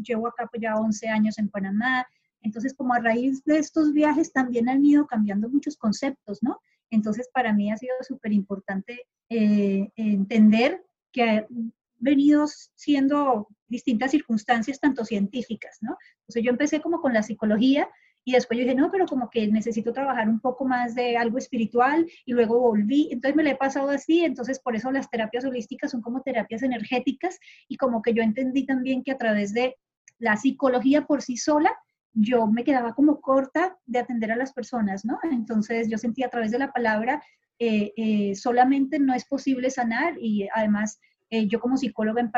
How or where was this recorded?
video call